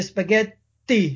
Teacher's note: So in Italian, you say spaghetti with a long T. The T just takes a bit longer. · Term: long consonants